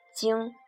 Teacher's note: Jing is first tone, but remember this is back nasals